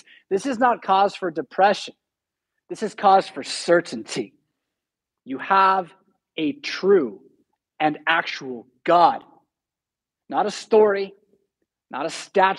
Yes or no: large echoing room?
yes